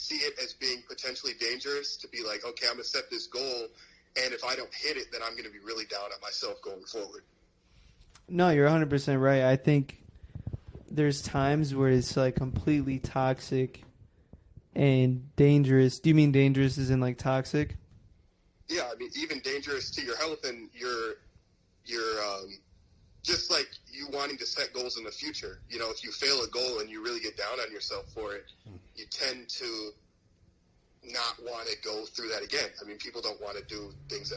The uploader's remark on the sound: took a few questions from call In's